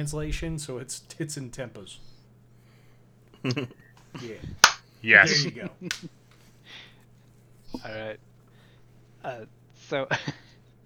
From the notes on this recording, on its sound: I’m still struggling with audio software so sorry if there’s any issues.